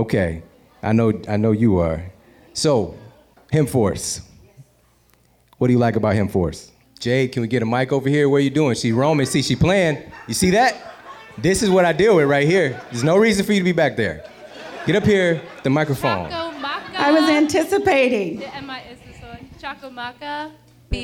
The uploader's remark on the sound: Today we have a very special episode we recorded with listeners of The Model Health Show live in Washington D.C.! This special Q & A show.